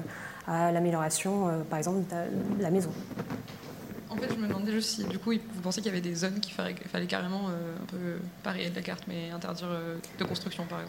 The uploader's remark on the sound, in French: Conférence enregistrée lors de la 5e édition de la Nuit de l'ENS